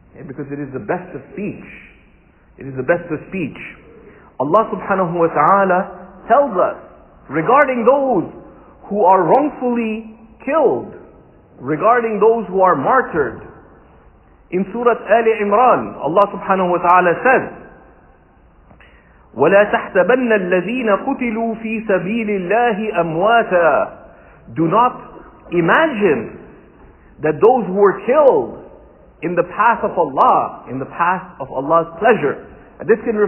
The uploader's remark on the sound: This talk was taken from a Friday sermon (khutba) delivered at Sayeda Khadija Centre